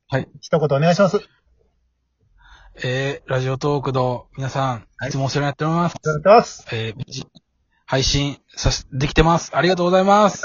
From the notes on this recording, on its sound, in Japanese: 2人組 #笑い声あり。リモート収録。ゲストと一緒に配信。